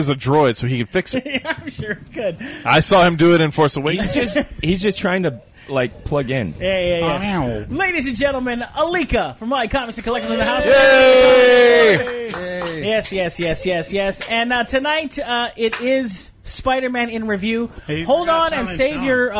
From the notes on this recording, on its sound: All recorded live at Maui Comics & Collectibles.